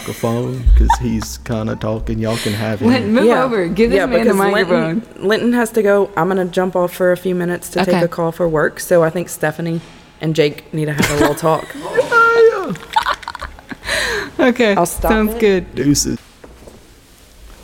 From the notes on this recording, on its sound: We put a microphone on an empty chair with us in the lobby and spoke to several people passing by and even met someone new.